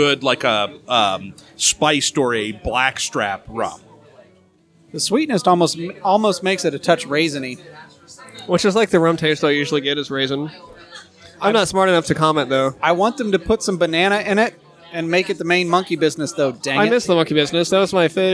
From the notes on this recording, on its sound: OHHAP Live from Deviate.